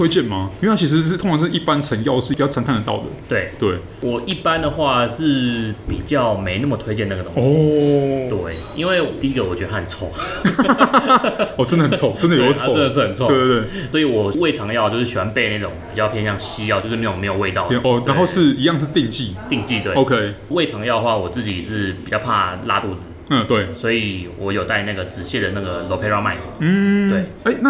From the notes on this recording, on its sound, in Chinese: 本集白噪音指數：蚊風級 1/5。錄音地點： 齊客咖啡 The Gathering Cafe。